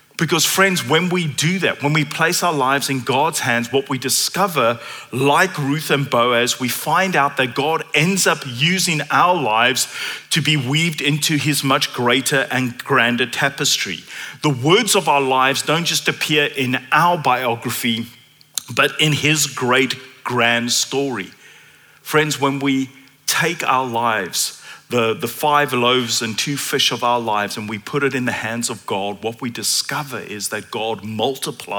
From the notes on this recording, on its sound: at Common Ground Church Rondebosch on the 19th of November 2023.